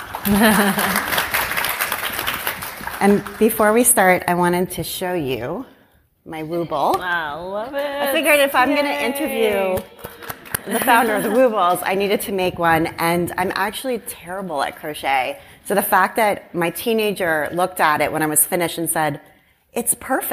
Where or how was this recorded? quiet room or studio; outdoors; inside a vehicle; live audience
live audience